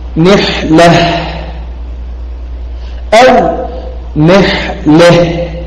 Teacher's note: الإمالة تكون صريحة في الفتحة الواقعة قبل الهاء ومجازا في الهاء. فقولنا إمالة الهاء، قولنا إمالة الهاء فيه تجوز واضح، لأن الهاء صوت صامت لا فيه.